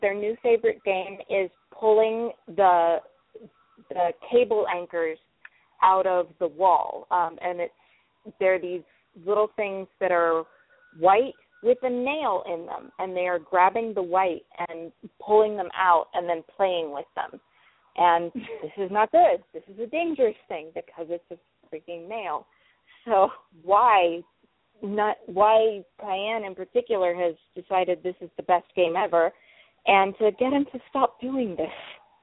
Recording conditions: phone line